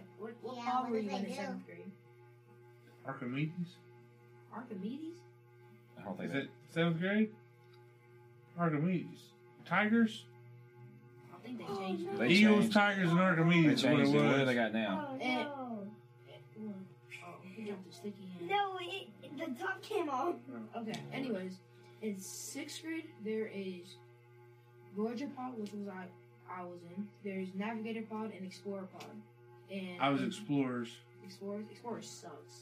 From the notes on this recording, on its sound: Sorry about the audio on this one. We had some snags this night with our recording equipment.